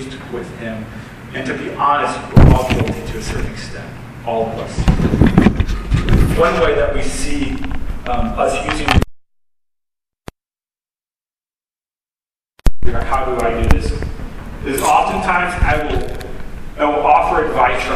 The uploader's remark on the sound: Sorry for the poor quality of this audio. I didn't properly plug it into the sound board, that is why you might occassionally hear voices in the background.